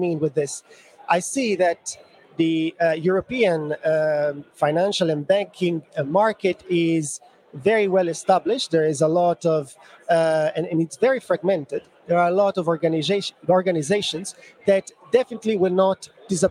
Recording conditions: busy venue